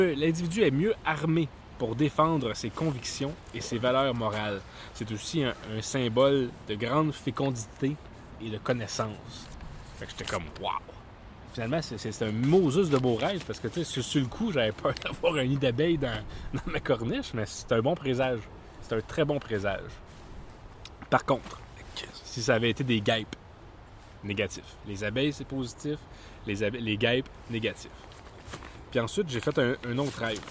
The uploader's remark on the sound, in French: Nous avons également rencontré des auditeurs lors de l'enregistrement de cet épisode, ce fut un grand plaisir! Enregistré au Parc Thomas-Chapais dans Tétreaultville à Montréal.